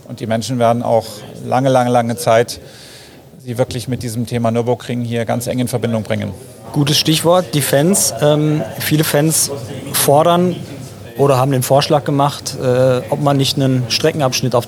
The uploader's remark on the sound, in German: Live von der Rennstrecke!